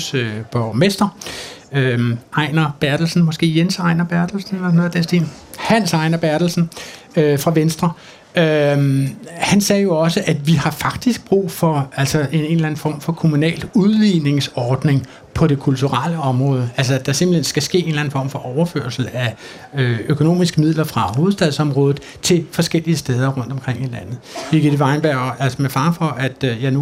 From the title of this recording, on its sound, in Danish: Live fra Kulturmødet på Mors